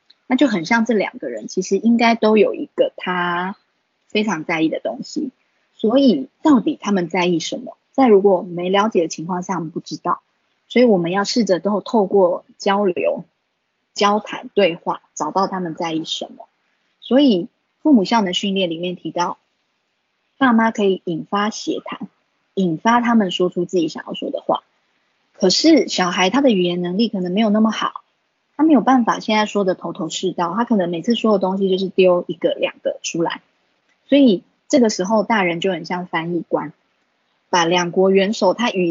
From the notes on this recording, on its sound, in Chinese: 此為線上課程錄音檔！